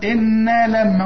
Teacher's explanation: النون لازم تغم، الميم اللي بعدها لازم تغم، إنا لما، وهم دول الحرفين اللي في القرآن اللي بيغم